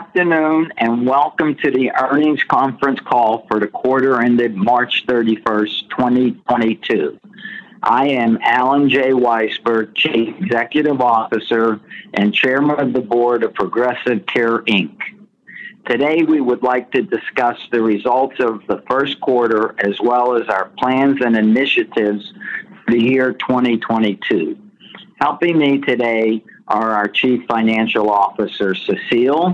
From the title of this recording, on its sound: Progressive Care Conference Call May 2022